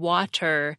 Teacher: Try it by saying water and make sure you pronounce the T. You can feel your tongue touch the very front of your mouth, and a little puff of air that accompanies the T. · Term: aspiration